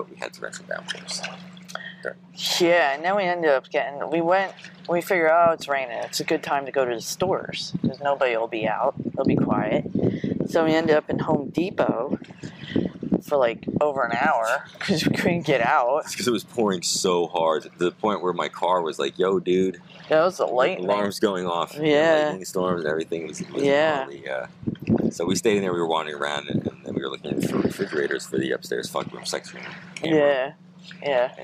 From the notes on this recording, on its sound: A Podcast On The Boat In The Bay, We're Floating! We apologize for any wind noise as we are on…our paddleboat!